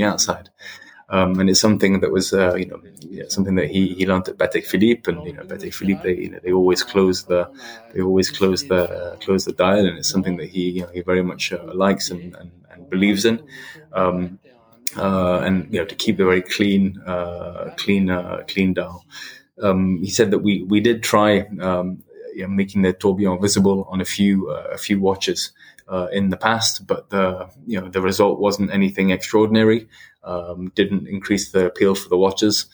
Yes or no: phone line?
no